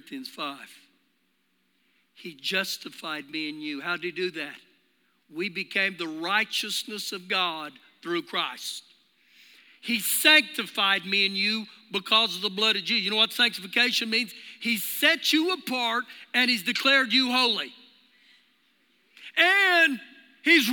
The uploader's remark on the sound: Recorded live during our Sunday morning service